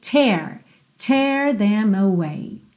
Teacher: Como se fosse um E com acento agudo. E o T que tem aquele t, t, arzinho saindo, ok?